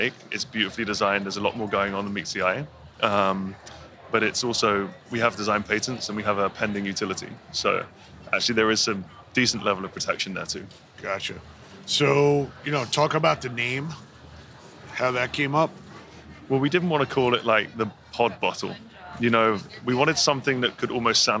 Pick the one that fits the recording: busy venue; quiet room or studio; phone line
busy venue